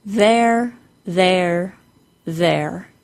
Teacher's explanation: The first sound is a voiced T-H. Then we say an R-controlled vowel, the A-I-R sound. The word has only one syllable.